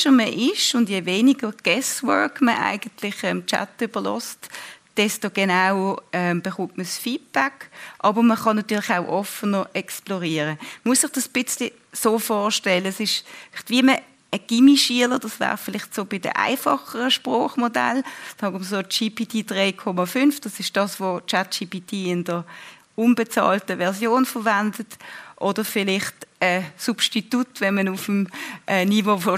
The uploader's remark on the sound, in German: Im Live-Podcast anlässlich der Weiterbildungsveranstaltung zum Thema Digitalisierung des Straf- und Strafprozessrechts.